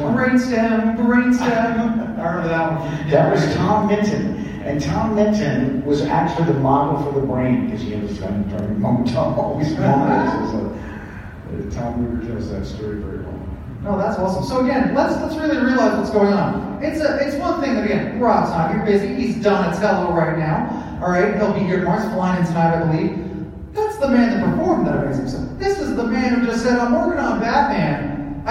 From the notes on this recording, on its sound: Highlights from Animaniacs Live in Tucson, Arizona. Some audio highlights of "Animaniacs Live" from the Rialto Theater in Tucson, Arizona. The full show of "Animaniacs Live" lasted approximately two hours and included a Q and A encore.